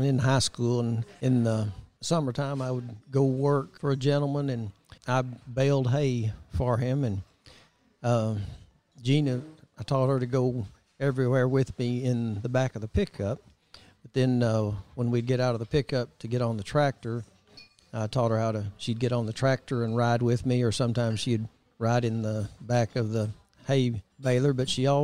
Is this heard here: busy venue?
yes